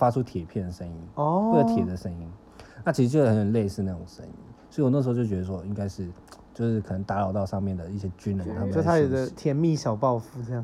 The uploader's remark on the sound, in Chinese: 在鬼故事發生的現場大聊鬼故事真的好可怕，而且現場一直有一些怪聲。背景有怪聲音。這集是在我房間錄的!